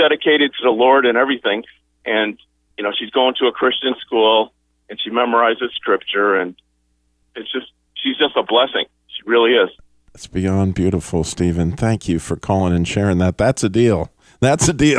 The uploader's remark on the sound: Callers call in to share their stories, and uplifting messages. The Christian Car Guy Radio Show.